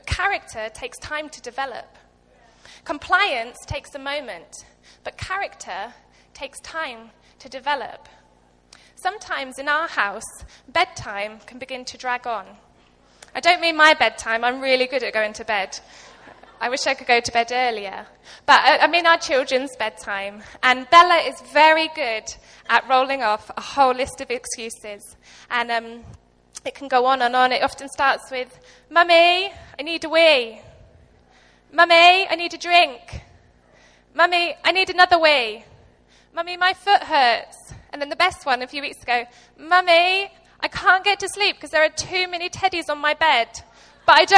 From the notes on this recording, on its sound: Recorded live at Life Church Lancashire